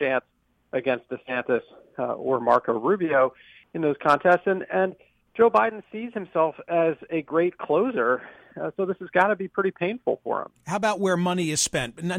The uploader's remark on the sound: Listeners of the program also call in to provide their own thoughts on the current election cycle.